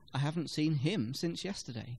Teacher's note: him is stressed, as it is the person the speaker hasn't seen